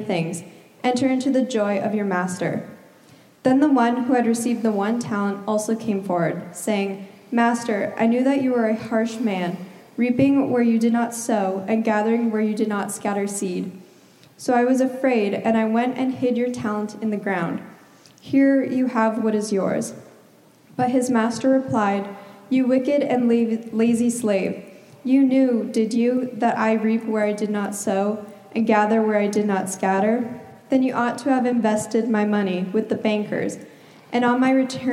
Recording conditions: large echoing room